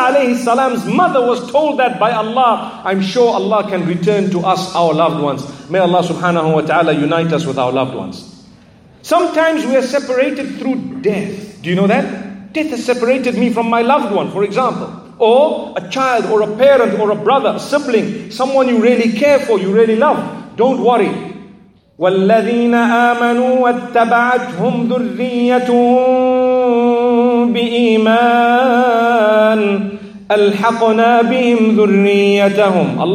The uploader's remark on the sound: This is a lecture delivered at the Aayaat Conference by Connect Institute in Manila, Philippines.